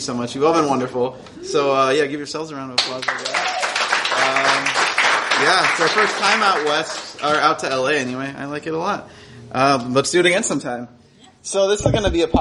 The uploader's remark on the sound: Recorded at the magnificent Dinosaur Coffee in Silver Lake. Los Angeles was incredibly kind to us.